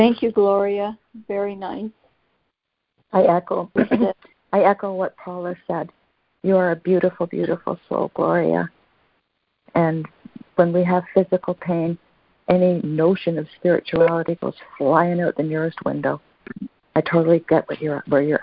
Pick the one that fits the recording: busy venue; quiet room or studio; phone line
phone line